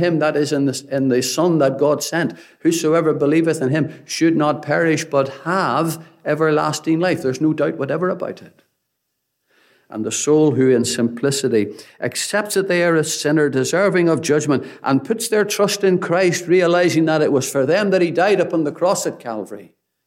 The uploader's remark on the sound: Gospel Audio Recording from Ballyclare Gospel Hall